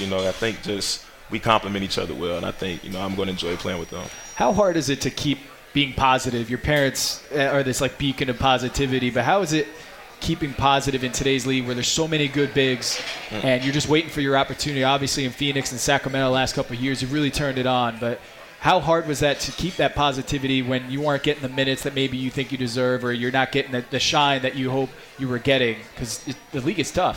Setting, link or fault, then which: setting, live audience